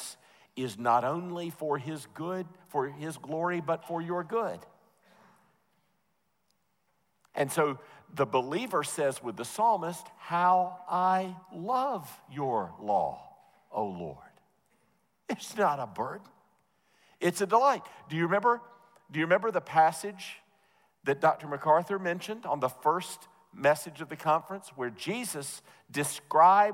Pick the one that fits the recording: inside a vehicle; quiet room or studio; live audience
live audience